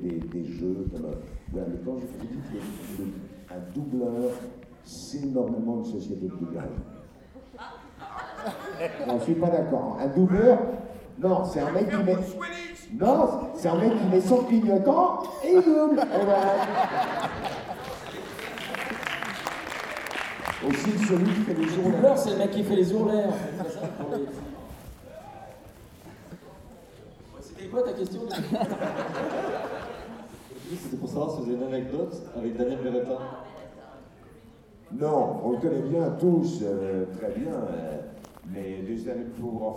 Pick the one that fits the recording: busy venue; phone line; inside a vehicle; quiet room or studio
busy venue